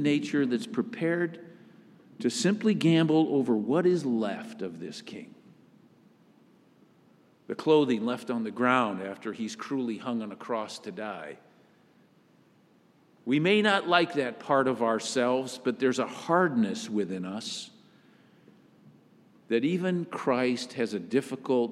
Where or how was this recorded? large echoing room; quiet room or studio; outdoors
large echoing room